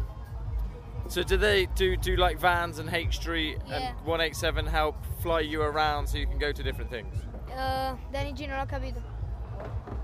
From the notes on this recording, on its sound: I caught up with lots of people over the 3 days I was at NASS, many of them had things to say (when I shoved a mic in their face and asked them questions).